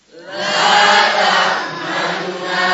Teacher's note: Jadi nunnya dibaca sepertiga, tidak terlalu keras, tidak terlalu nampak. · Term: rum